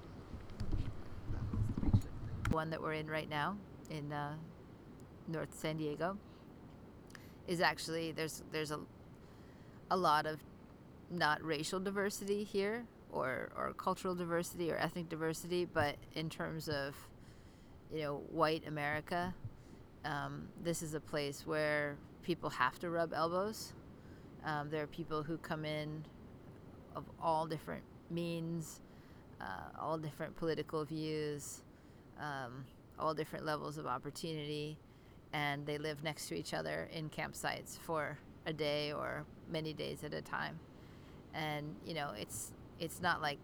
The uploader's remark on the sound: Recorded at a beach campsite.